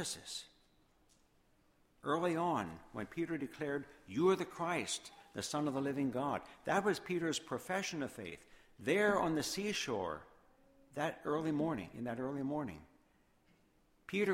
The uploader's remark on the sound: Sermon Audio from Woodbury Church of the Brethren.